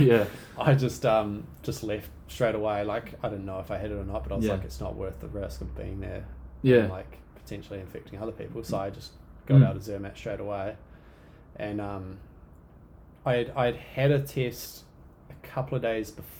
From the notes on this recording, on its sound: We're currently just on the laptop record setup so, if you're picky about high quality this most likely isn't for you.